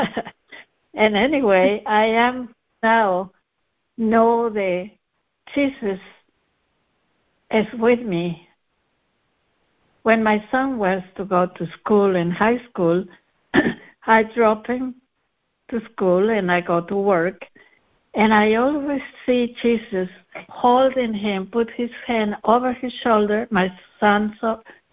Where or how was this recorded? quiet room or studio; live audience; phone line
phone line